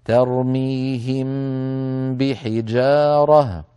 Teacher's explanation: ميم ساكنة بعدها باء، أيضا هذه الميم مخفاة عند الباء وزمن غنتها كاملة هكذا. ترميهم بحجارة، إذن الغنة كما نرى على اللوحة الآن أكمل ما تكون أو كاملة.